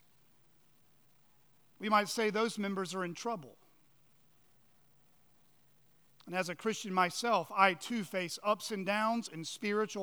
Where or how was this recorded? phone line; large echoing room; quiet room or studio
large echoing room